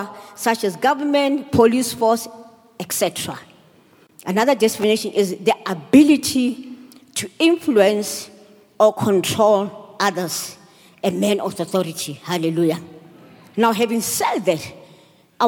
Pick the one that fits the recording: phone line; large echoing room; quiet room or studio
large echoing room